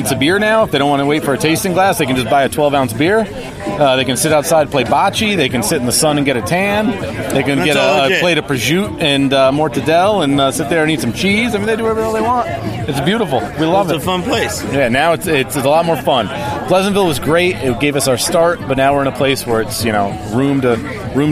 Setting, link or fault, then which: setting, busy venue